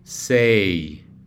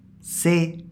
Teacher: a speaker will say the English glidey version, and then another speaker will say the Spanish non-glidey version